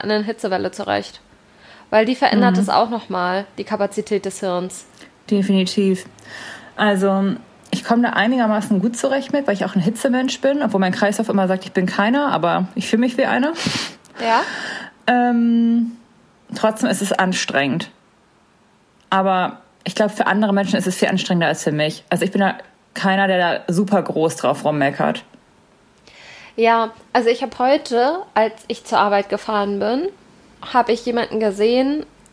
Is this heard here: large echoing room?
no